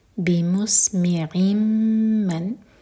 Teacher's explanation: عین کی تنوین کے بعد میم تو ادغام غنہ کے ساتھ